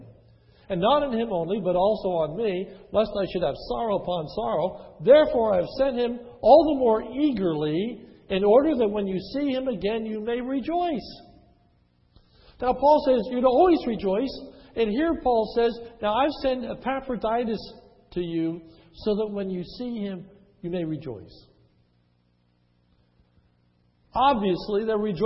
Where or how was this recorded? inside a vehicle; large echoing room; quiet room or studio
large echoing room